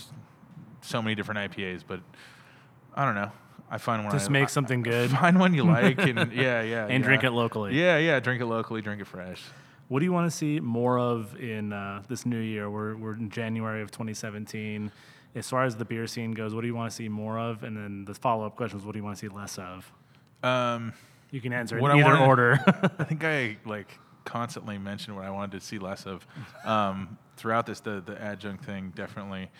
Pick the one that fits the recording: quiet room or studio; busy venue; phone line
busy venue